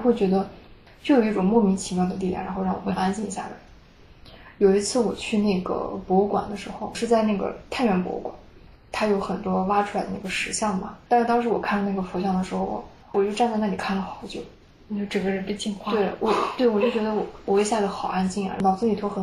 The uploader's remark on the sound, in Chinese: 因环境和设备问题，这期内容会有较明显的杂音